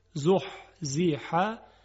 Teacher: دو تا حرف حاء هست که از وسط حلق تلفظ میشن، زحزح، و بعد از اون یک عین هست، عن الناری، زحزح عن الناری، زحزح عن الناری.